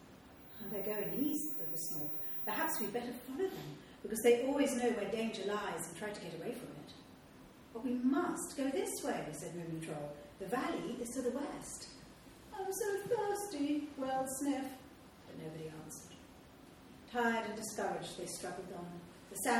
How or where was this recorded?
live audience